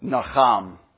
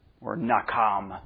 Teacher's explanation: This is the Hebrew letter chet, and it kind of makes a guttural kind of H sound. · Shown in: first take